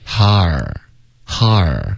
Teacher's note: 它不是一个双元音滑动，它只是一个啊哈，然后再滑到一个儿音，har，har， almost like we say like 哈尔滨，OK，har，、okay? heart 的特跟啊要